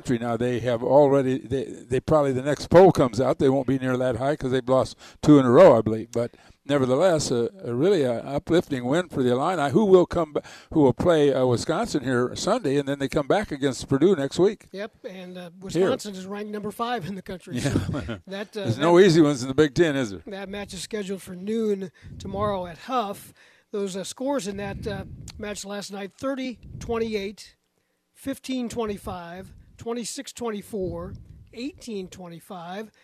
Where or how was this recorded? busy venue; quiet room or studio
busy venue